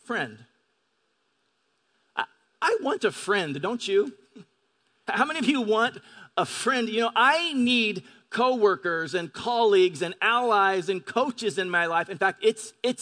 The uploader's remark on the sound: Delivered on 22 July 2018 at Grace Church of La Verne. At Grace Church of La Verne.